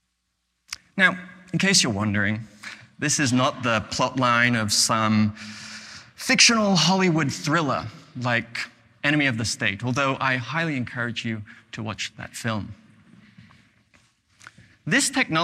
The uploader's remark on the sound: recorded at the 2021 Oslo Freedom Forum